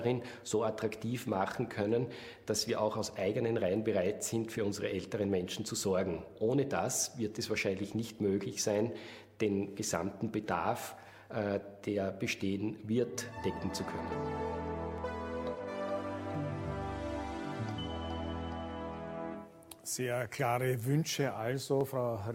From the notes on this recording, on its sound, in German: November 2020 im Dachfoyer der Wiener Hofburg aufgezeichnet.